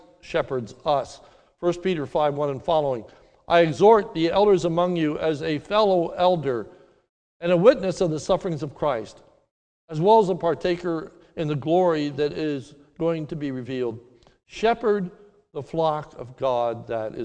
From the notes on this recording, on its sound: This sermon is recorded live at the Lebanon Bible Fellowship Church in Lebanon, PA during the morning service